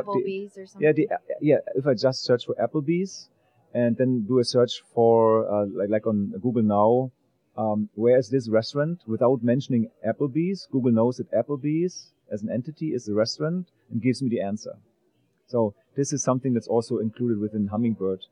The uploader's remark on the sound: In this podcast recorded at Pubcon Las Vegas 2014.